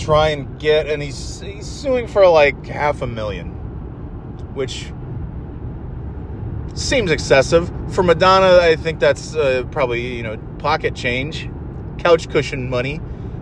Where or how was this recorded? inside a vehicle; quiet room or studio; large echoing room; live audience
inside a vehicle